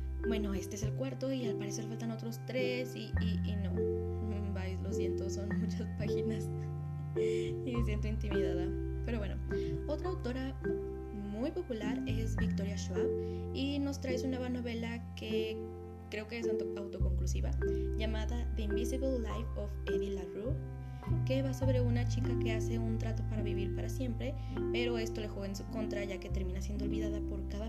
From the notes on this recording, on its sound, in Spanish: Una disculpa por el ruido de la lluvia y por hablar tan rápido. Temía porque comenzara la tormenta.